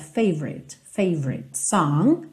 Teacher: Esse O do favorite não é muito pronunciado, tá? Então, você meio que passa direto, favorite song.